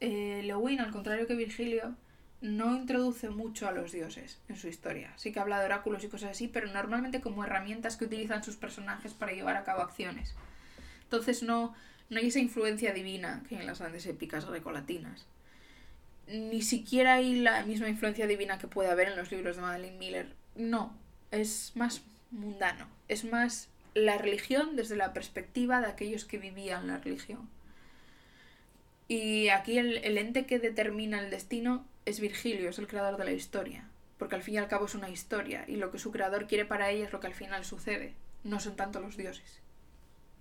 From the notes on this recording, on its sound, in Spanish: Como siempre, oireis ruidos de fondo, probablemente algún timbre, patitas, una puerta o cosas por el estilo. No edito el audio, espero que no os importe.